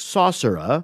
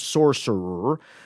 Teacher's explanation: The British style is to open up that last R, something like saucerer. The American style is to clamp down hard, sorcerer. · Term: final R sound